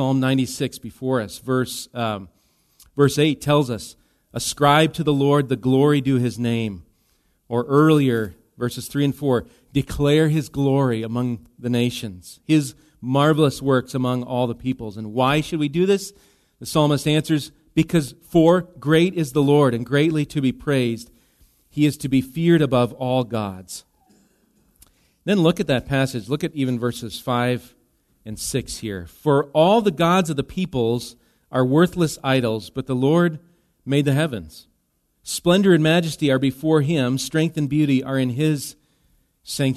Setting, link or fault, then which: setting, large echoing room